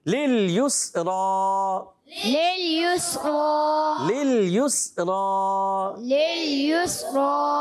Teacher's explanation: یسرا سین میں سیٹی ہوگی اور سیٹی کے ساتھ ادا کریں گے، را پر کھڑا زبر ہے، ایک الف کھینچ کر ادا کرنا ہے.